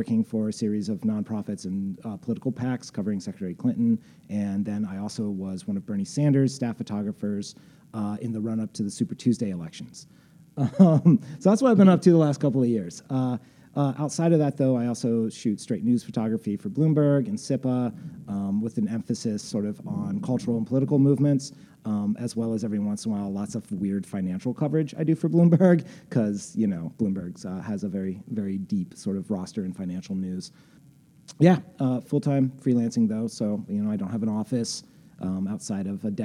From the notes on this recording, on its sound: In an in-class interview recorded at Columbia College Chicago. Self Management & Freelancing class.